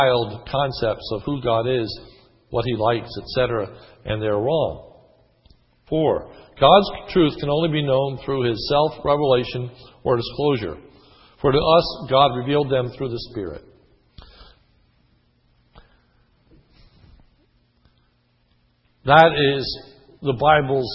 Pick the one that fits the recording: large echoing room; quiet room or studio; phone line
large echoing room